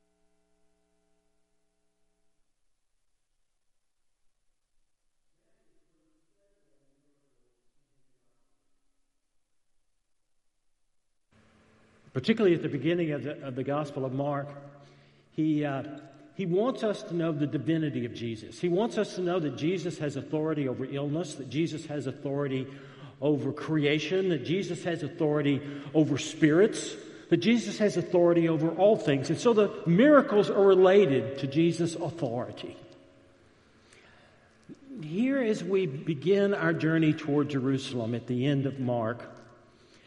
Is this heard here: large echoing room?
yes